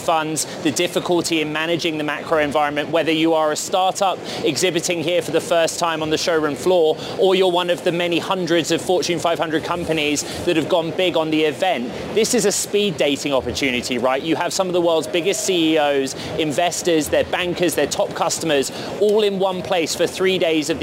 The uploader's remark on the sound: Live from CES in Las Vegas.